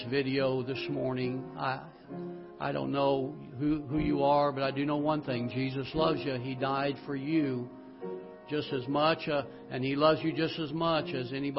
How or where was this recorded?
large echoing room